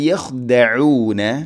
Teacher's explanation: ഇവിടെ ഖ തൊണ്ടയുടെ മുകൾ ഭാഗം, അതുപോലെ ഐൻ തൊണ്ടയുടെ മധ്യഭാഗം.